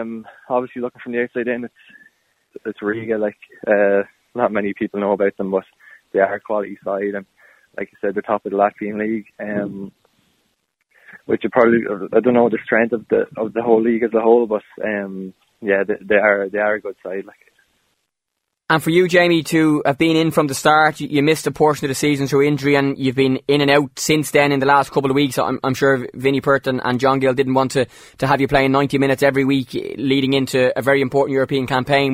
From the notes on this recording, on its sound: On the phone for a chat.